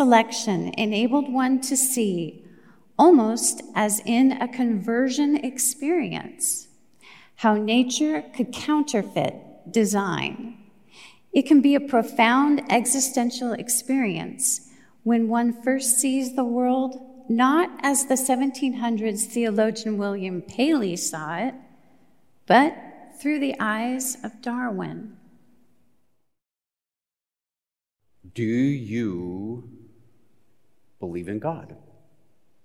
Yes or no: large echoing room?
yes